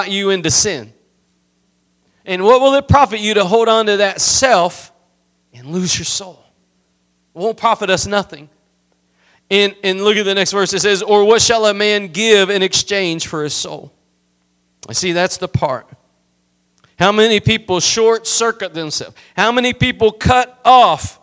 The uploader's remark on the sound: Preached at Gospel Lighthouse in Bossier City, La.